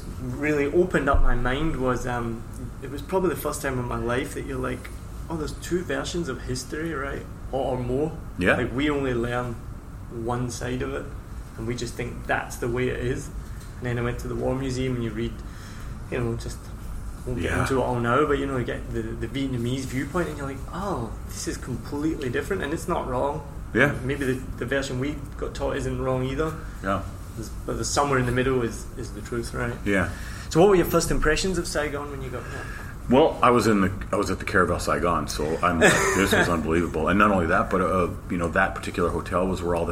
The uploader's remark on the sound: So apologies for the background noise, we were in the hotel restaurant that was thankfully mostly quiet.